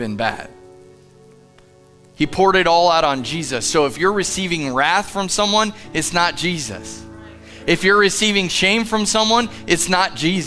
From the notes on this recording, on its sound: Live from The Summit Church in Dover, OH